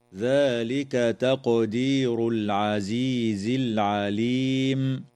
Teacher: تقلقل القاف في كلمة تقدير، وتظهر لام التعريف في قوله تعالى: العزيز العليم